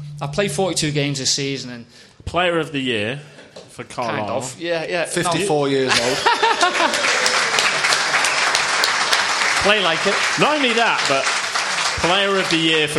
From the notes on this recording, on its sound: In front of a live audience at the Roundhouse.